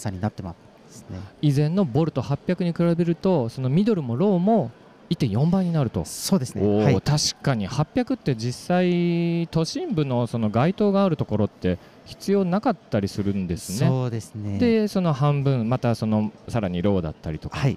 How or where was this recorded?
busy venue